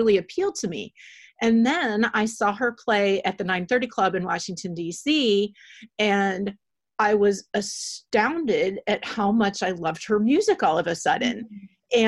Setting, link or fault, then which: link, video call